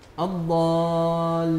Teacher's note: المبالغة في تشديد اللام من نفس الكلمة وتعليق اللسان عند النطق باللام، والصواب نطقها كحرف مشدد عادي دون مبالغة أو تعليق اللسان.